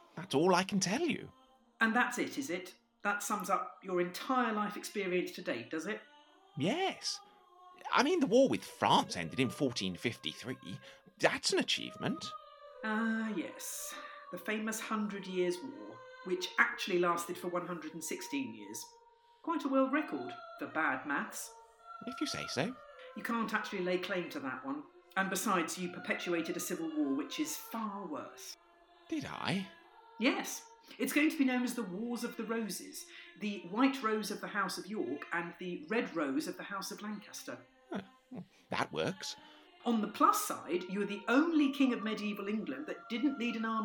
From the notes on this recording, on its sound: Sound Disclaimer: The Lost Tapes of History was recorded remotely during lockdown in late 2020. As such, the actors used what equipment they had available and were limited by their location. This has resulted in variable audio quality.